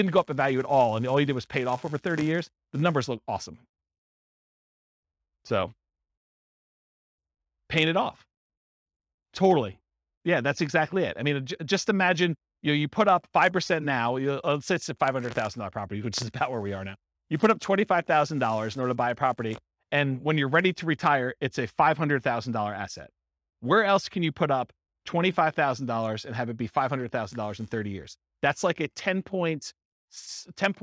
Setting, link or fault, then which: setting, live audience